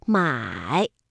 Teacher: 它是一个 V 字形的读音 · 三声我们在读音的时候呢是先降下来然后再扬上去